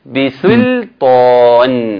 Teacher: الكلمه دي فيها يعني بيغلط الناس فيها انه يقول ايه بسلطان، بسلطان اللام مرققه والطاء مفخمه، السين مرققه واللام مرققه والطاء مفخمه